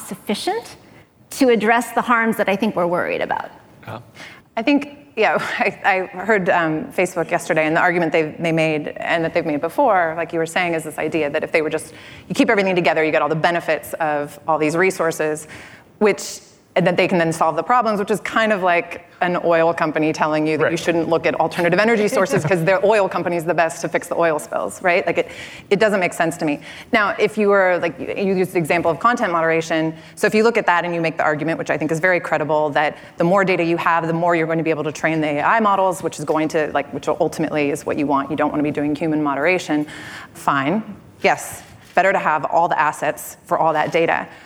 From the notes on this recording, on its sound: Live at Code 2019. In these live interviews from the 2019 Code Conference.